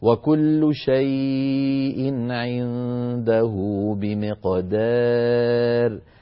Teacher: التقليل يعني إمالة الصوت نحو الياء إمالة صغرى إمالة بين